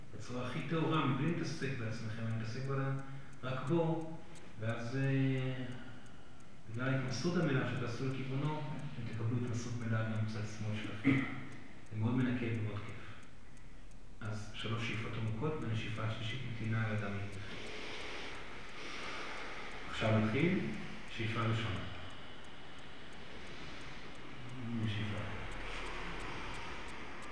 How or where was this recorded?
live audience